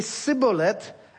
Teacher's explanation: The word is Shibboleth. Ephraim doesn't have the sh sound, so they say Sibboleth.